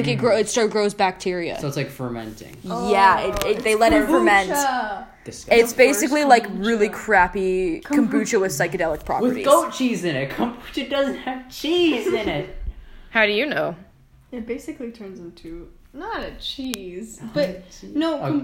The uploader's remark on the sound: headphone users beware